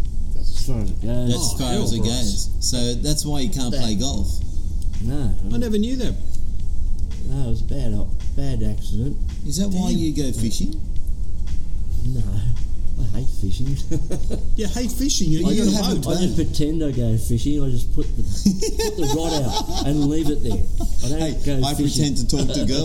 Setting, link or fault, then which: setting, busy venue